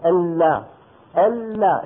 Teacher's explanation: اللام الأولى ساكنة فلا بد من أن يكون فيها جريان ضئيل